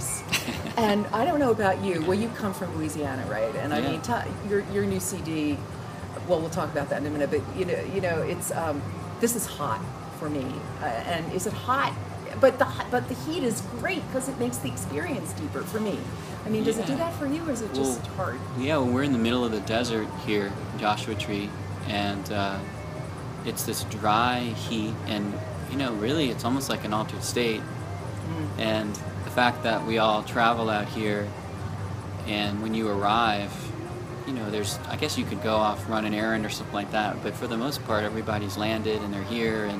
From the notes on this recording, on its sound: All weekend I recorded live updates from Bhakti Fest for Soul Traveller Radio, an Internet radio station based in Australia playing conscious music 24/7.